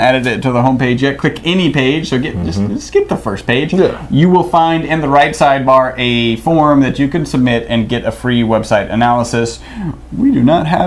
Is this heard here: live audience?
no